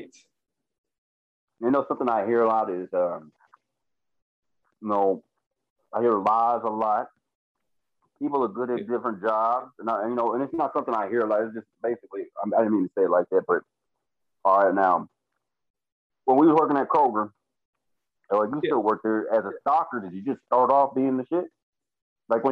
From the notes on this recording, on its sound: through the power of Zoom